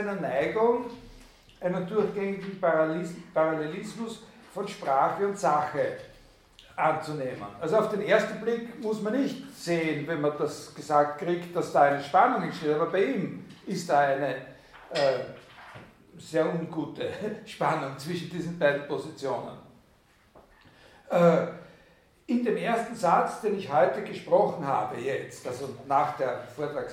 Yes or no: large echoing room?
yes